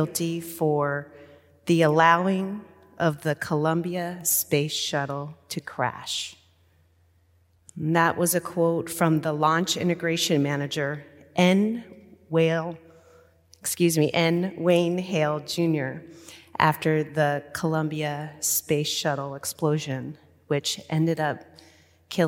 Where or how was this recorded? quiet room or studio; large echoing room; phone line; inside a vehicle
large echoing room